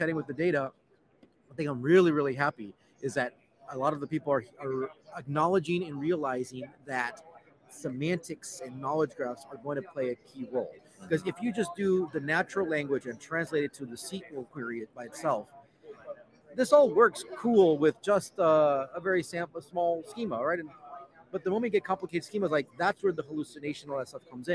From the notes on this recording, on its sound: Live from Snowflake Summit 2023 in Las Vegas.